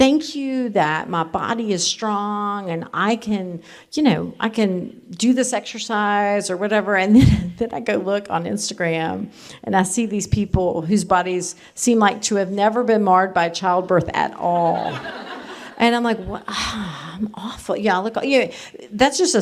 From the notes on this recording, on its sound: Recorded live at TGCW22 in Indianapolis.